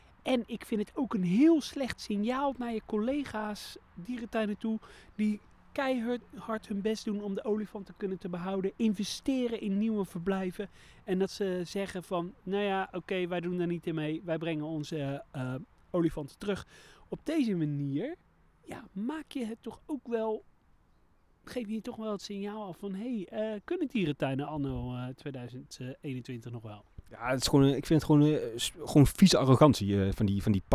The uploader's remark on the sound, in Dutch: brengen we in festival sfeer een bezoek aan een zwoel Beekse Bergen